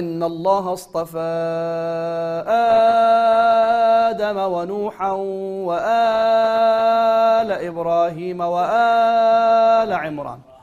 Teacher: عند حفص حركتين، يجوز تستمع إلى ورش مثلا يمد أما أربعة أو ستة، يقرأ إن الله اصطفى آدم ونوحا وآل إبراهيم وآل عمران، يمده قراءات. · Term: مد البدل